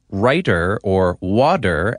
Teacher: In American English, we often pronounce the T in words like writer or water as D's.